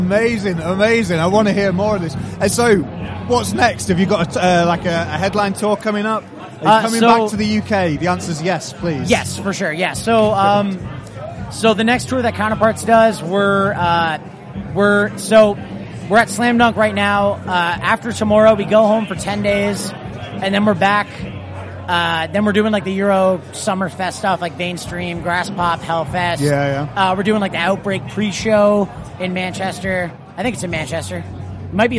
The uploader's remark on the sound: We’re back with another episode recorded at Slam Dunk 2022. Festival slots can be tricky as these conversations are often very restricted by time and guests are being ushered around a heaving press tent with music from at least 2 stages competing against each other as well as our voices.